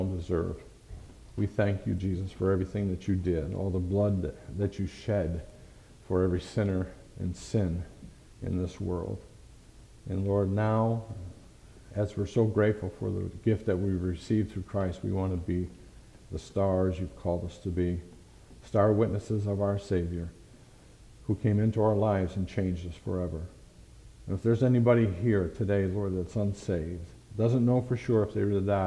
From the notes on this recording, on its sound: Thank you for listening to this message preached at Lighthouse Baptist Church in Schenectady, New York.